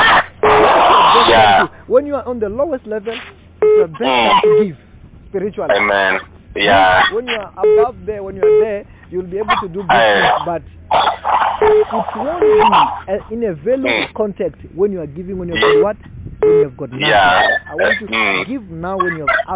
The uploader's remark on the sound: healing over the phone